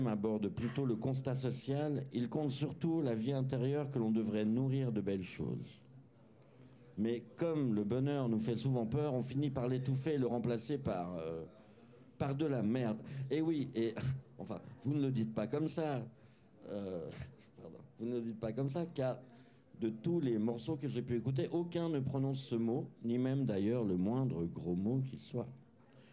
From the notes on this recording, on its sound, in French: En direct de la Bossette (place du nord 4, 1005 Lausanne) dans L'Open Live de Bilobamusic.